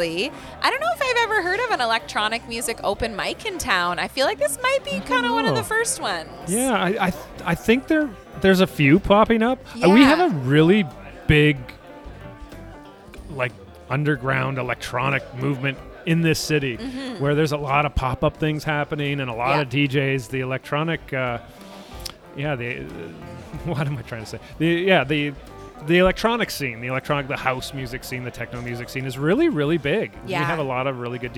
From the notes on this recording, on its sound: live from AOK craft beer bar and arcade in downtown Kitchener